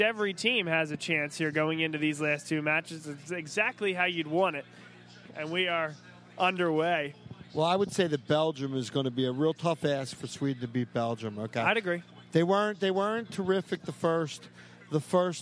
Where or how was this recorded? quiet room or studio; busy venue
busy venue